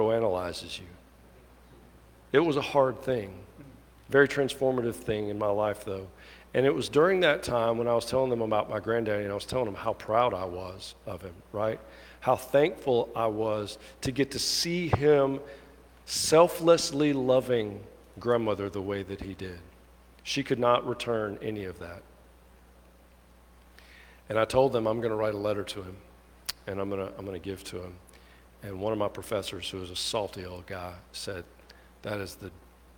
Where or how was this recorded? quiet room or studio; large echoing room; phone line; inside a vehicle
large echoing room